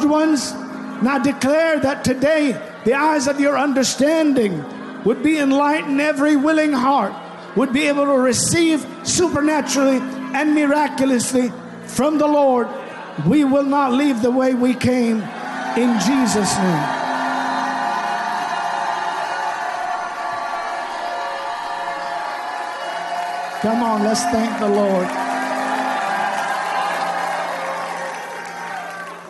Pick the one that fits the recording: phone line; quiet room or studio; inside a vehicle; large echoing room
large echoing room